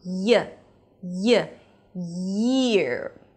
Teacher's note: bring the back of the tongue up and it's so close to the upper palate that you feel strong vibrations on the body of the tongue · Term: y sound